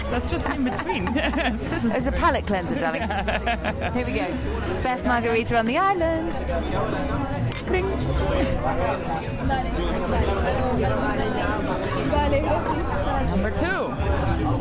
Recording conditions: background noise